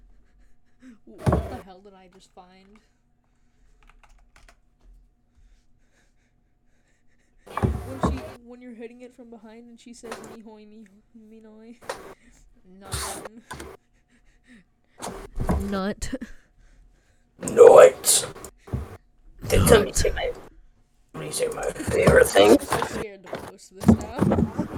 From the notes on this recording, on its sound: sorry my mic is quiet